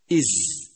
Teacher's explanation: إخواننا الكرام، ما زلنا مع الحروف الهجائية، بيان مخارجها والحديث عن صفاتها المتضادة وغير المتضادة والملاحظات على نطقها، واليوم نتكلم عن الحرف الحادي عشر منها، وهو حرف الزاي. يخرج حرف الزاي من طرف اللسان مع ما بين الثنايا العليا والسفلى وأقرب إلى السفلى، ودون أن يلامس رأس الثنايا بل يسامتها، وتبقى فرجة قليلة بين رأس اللسان والثنايا عند النطق به.